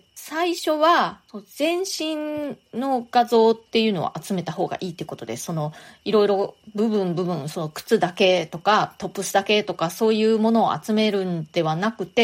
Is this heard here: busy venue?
no